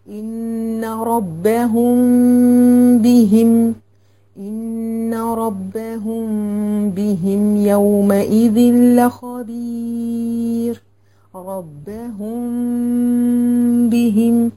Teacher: بتاخدي الميم مع الباء وبتعملي ميم مخفاه · Term: الاخفاء الشفوي